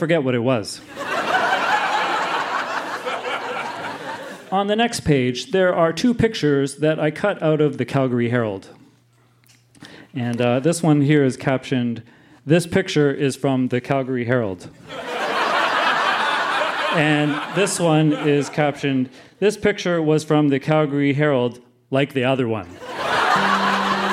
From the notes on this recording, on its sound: Recorded live at the Tranzac in Toronto, ON.